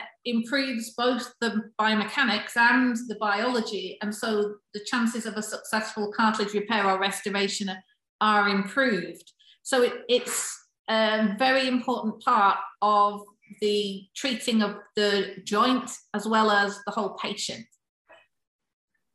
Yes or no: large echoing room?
no